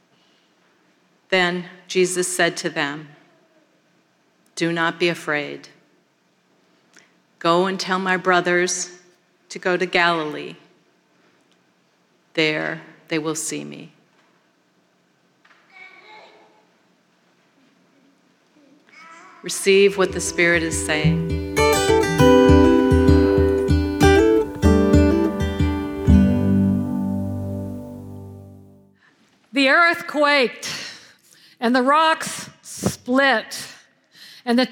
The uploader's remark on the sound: at Foundry United Methodist Church on Easter Sunday April 9th, 2023.